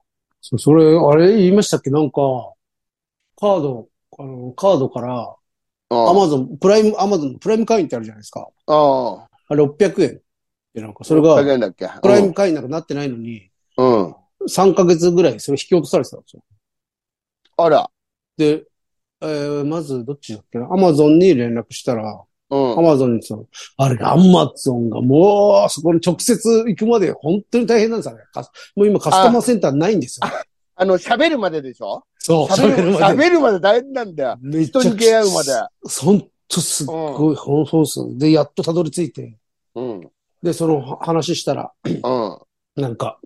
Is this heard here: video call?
yes